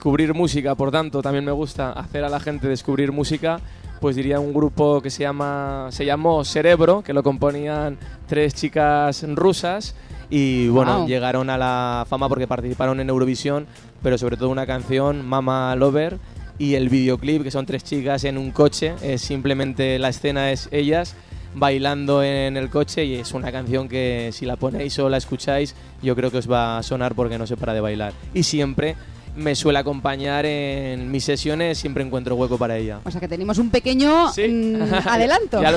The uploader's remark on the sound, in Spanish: Primer día de retransmisiones en directo desde Gramola, la feria musical aragonesa que se celebra en Monzón (Huesca).